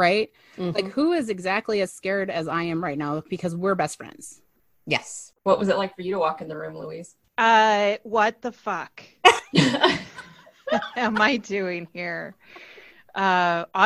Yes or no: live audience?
no